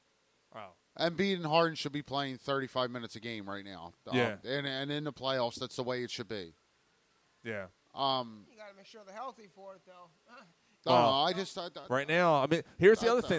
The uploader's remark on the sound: The guys are live at Naked Brewing Company to celebrate their 8th Anniversary of doing the podcast.